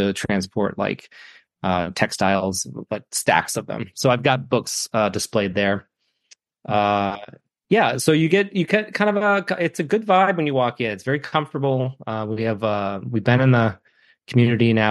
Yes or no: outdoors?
no